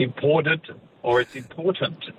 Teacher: It's because that T of important is, you know, flanked by voiced sounds. And therefore you just carry the voicing through.